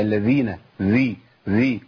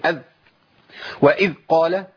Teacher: بدل ما هي رخاوة خليتها شدة، والذال مش من حروف الشدة · Shown in: first take